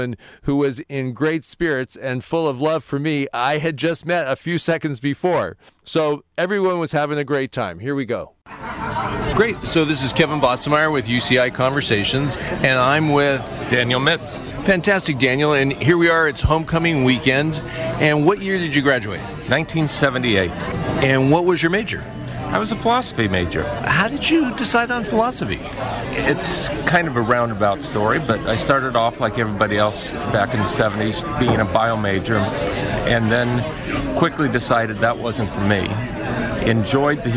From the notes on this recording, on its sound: Traversing the campus for 2 days of HOMECOMING events, which included a special alumni luncheon, Ted Talk style presentations, Party in the Park and a battle for the Big West Conference basketball title. Interviews galore with enthusiastic Anteaters past and present!